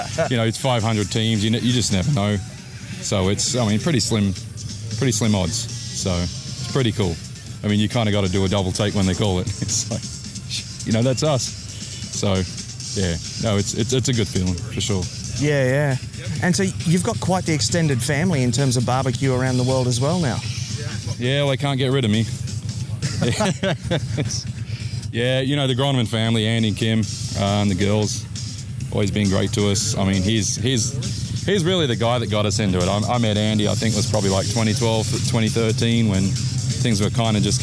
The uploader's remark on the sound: LIVE at the Kangaroo Valley Craft Beer & BBQ Festival.